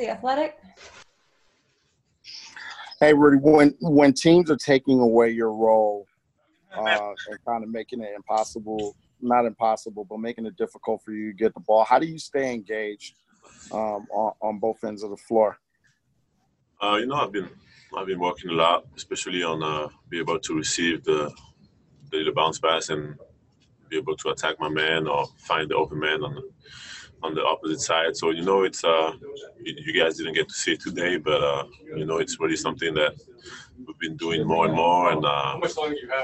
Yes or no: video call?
yes